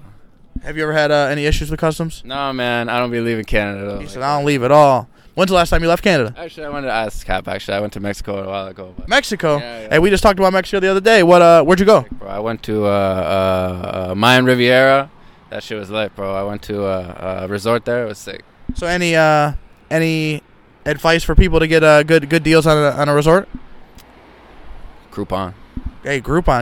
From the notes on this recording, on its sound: Hamilton Ontario artist joins me for a mini talk outside the hotspot restaurant and lounge in Hamilton.